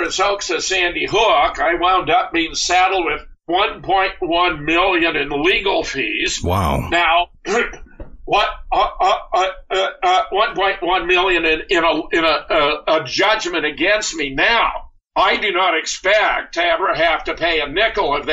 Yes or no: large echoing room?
no